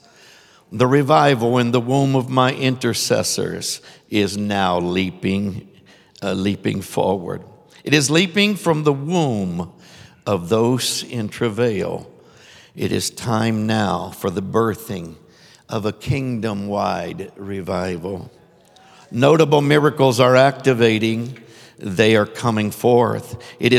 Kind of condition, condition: setting, live audience